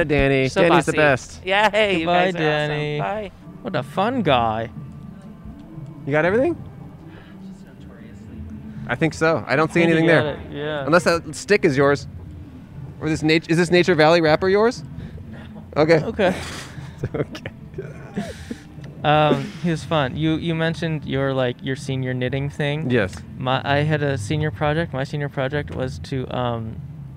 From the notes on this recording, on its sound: We set up outside a flea market to see what sort of old crap people bought. Recorded on 1/16/21 at John Marshall High School in Los Angeles.